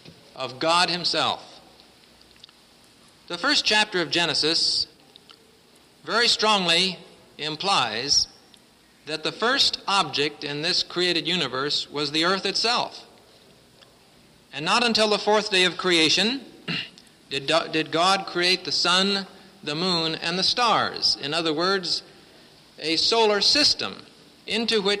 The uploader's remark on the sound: presented at Winona Lake Bible Conference 1966.